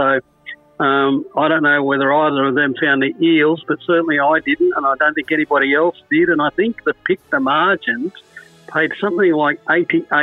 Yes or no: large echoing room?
no